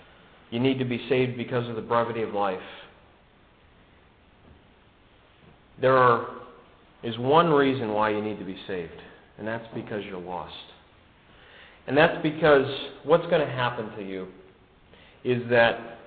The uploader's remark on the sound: given at the Brookfield Gospel Hall in Brookfield, CT